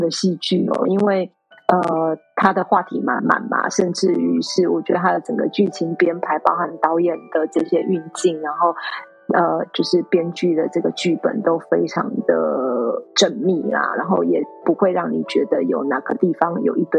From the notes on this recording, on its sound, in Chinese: 本集音質稍差，懇請見諒！